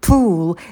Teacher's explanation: Здесь на «п» добавляем придыхание. Далее идет долгий звук «у». Pool. И в конце у нас будет темный звук «л».